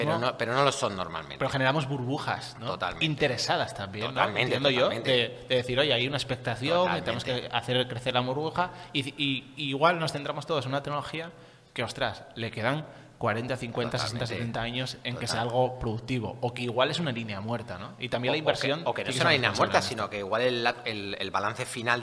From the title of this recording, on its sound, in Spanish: Podcast en directo: La Granja Summit